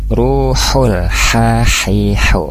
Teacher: Jadi untuk huruf H ini dia di wasatul halki, tengah-tengah tenggorokan. Hahihu tadi agak sedikit ke bawah sehingga masuknya hampir ke huruf H gitu ya, masuknya ke huruf H.